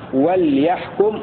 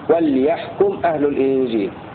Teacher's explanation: وقرأ الباقون بإسكان اللام وليحكم وجزم الميم على أنها لام الأمر التي تجزم الفعل المضارع وليحكم أهل الإنجيل.